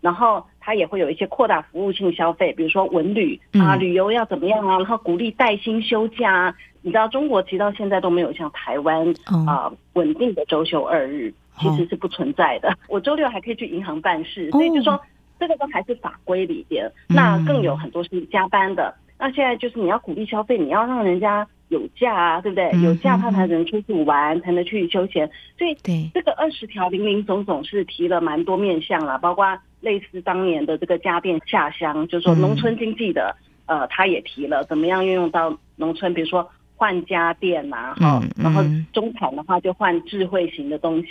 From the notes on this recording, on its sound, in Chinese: 連線訪問中央社駐上海記者